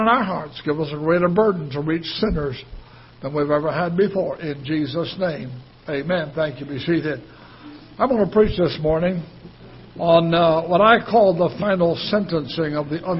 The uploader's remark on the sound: Ketha Heights Baptist Church ~ Live Broadcast